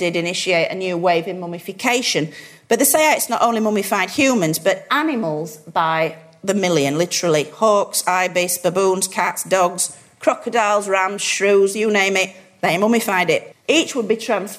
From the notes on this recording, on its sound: A lecture from our 2015 History Weekend event.